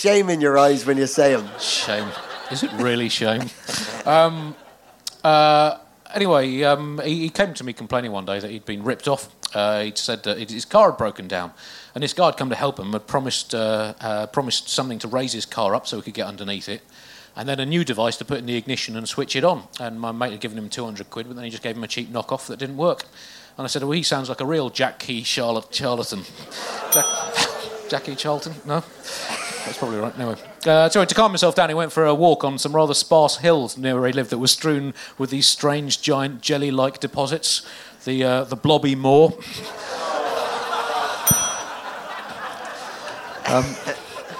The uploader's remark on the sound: Recorded live at Underbelly Festival in London.